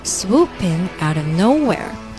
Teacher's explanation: 这个 out 和 of 可以做连读，把它读快一点啊。变成 Swooping out ofnowhere，有点像 outer， outer 就是这个 of 的 f 就把它省掉了啊，基本上是省掉了。Out ofnowhere， nowhere 中